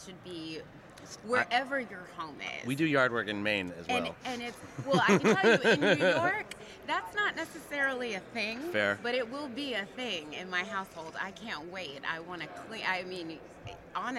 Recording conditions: busy venue